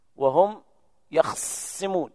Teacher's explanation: بإسكان الخاء وصاد مشددة، معنى ذلك أنه جمع بين الساكنين وهم يخصمون، سكن الخاء ويشدد الصاد.